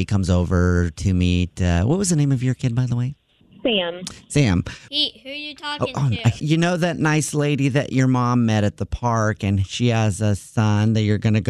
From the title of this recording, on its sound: Phone Prank